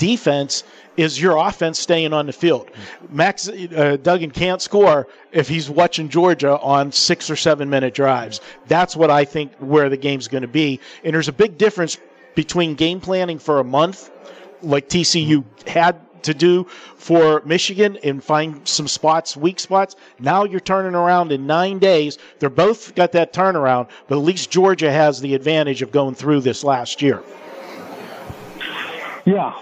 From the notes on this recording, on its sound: Live from SoFi Stadium